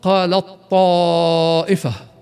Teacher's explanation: من أمثلة إدغام المتجانسين حرف التاء مع الطاء، نحو قالت طائفة، فتدغم التاء كاملة مع الطاء لتصبح طاء متحركة مشددة